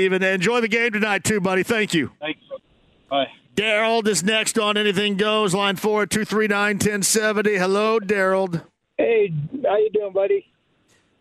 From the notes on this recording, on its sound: Live From Harrah's Hoosier Park. He also takes some phone calls about the loss to Cleveland. He then opens the phone lines back up and takes more calls from Colts and Pacer fans!